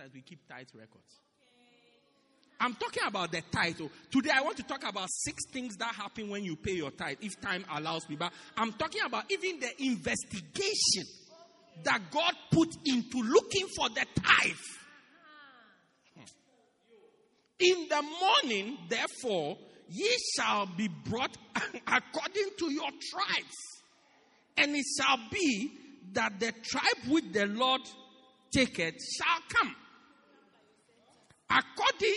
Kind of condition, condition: setting, large echoing room